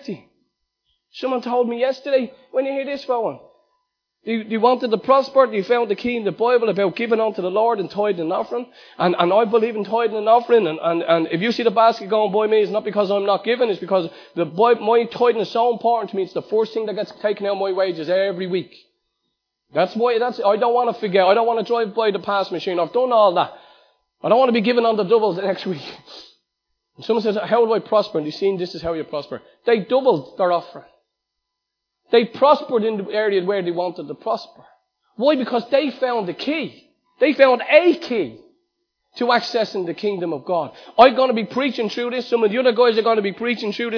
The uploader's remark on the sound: Recorded live at Liberty Church